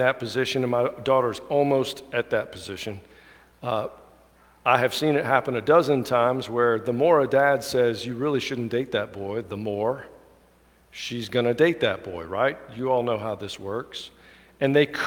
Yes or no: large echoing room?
yes